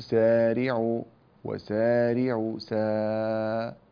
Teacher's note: الألف هنا مرققة لأن السين مرققة